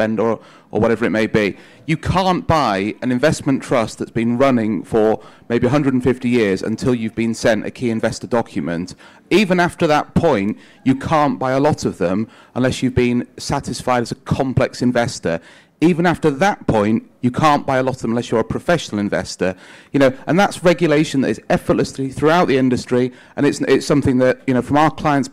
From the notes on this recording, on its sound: This is an audio version of the panel held by the Institute of Economic Affairs at Conservative Party Conference in 2023